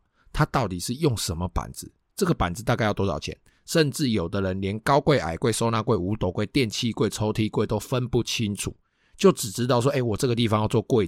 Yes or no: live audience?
no